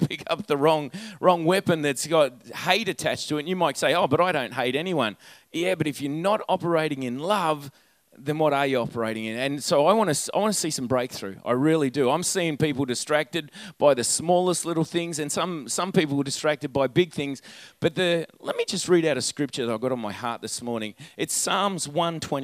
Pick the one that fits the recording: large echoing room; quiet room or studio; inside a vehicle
large echoing room